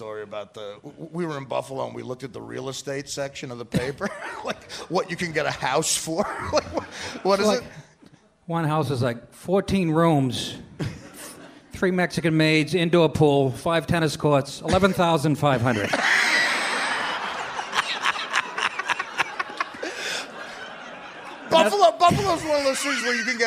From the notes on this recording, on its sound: Taped at The Bell House in Brooklyn, NY.